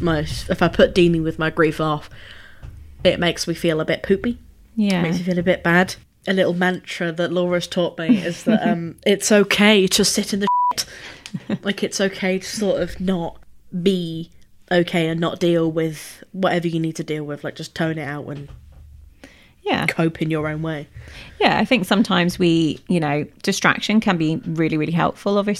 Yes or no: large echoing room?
no